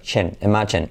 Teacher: Como un sonido CH, pero activando las cuerdas.